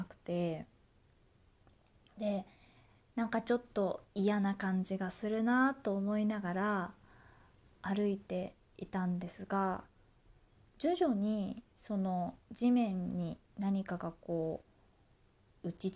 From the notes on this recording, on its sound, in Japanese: 自宅でスマホによる収録のため様々な騒音が収録されています。